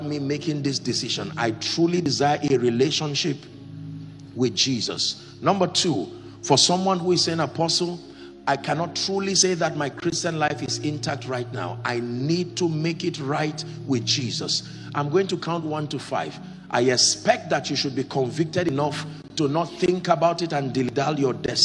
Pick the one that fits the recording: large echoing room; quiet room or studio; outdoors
large echoing room